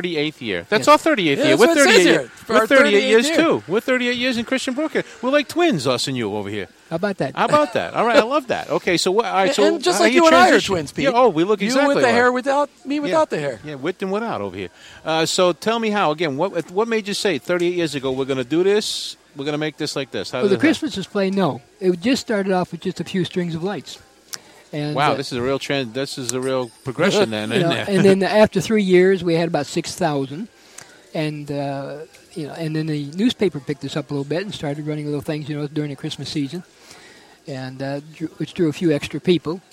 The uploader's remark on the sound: Report live from the Oakdale Christmas House in St. Petersburg.